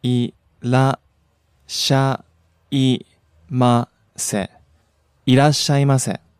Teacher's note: Low to high. And at the end, we come back down. · Term: pitch accent